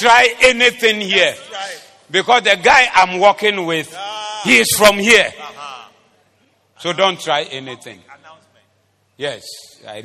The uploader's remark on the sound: Preached at the Zeloo Service.